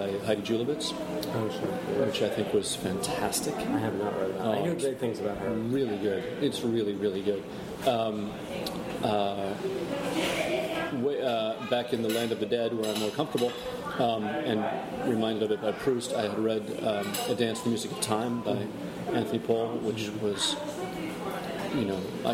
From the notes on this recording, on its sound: Recorded at a cafe in Brooklyn. There is a lot of background noise in this interview! It gets a bit better halfway through.